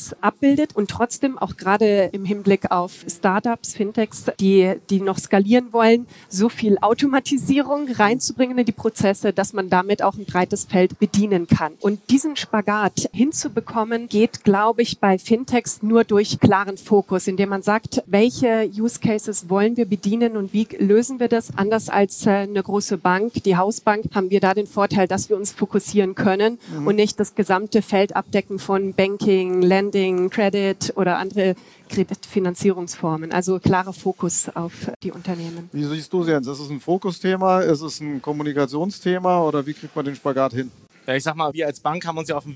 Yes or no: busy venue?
yes